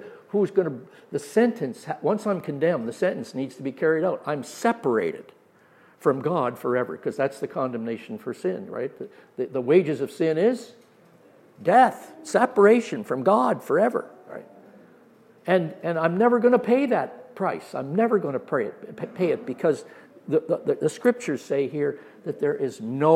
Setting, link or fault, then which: setting, live audience